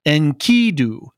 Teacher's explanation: However, my understanding of the pronunciation of the name of Gilgamesh's friend, as I've always heard it pronounce it, is as Enkidu, with the emphasis on the second syllable. Whether this is right or wrong, that's the way I've always heard it, and as a result, I've always pronounced it just FYI.